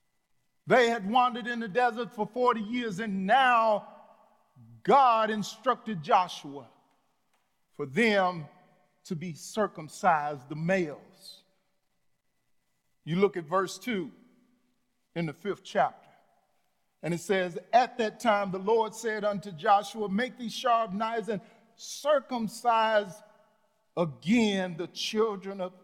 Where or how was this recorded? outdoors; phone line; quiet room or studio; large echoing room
large echoing room